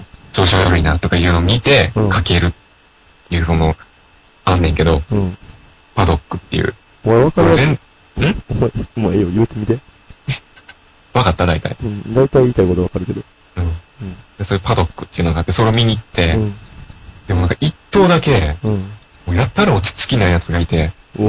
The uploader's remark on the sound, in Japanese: 楽しく話をしていますが、録音ミスで音割れがひどいです。